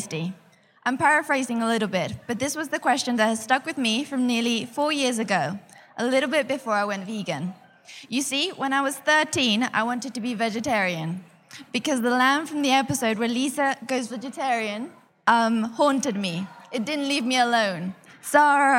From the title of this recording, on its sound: live at Reading Vegan Festival 2019